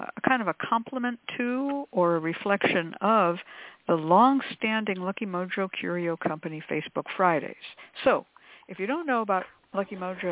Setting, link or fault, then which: link, phone line